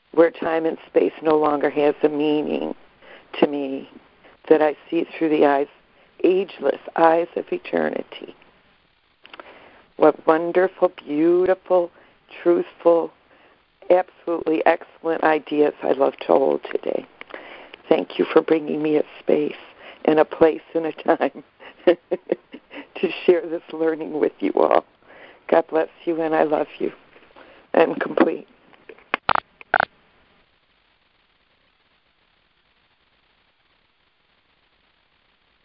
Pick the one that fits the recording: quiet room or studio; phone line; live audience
phone line